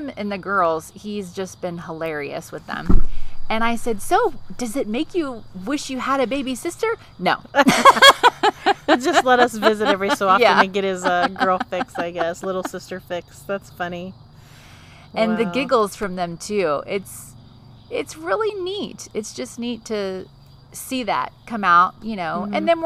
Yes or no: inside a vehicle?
yes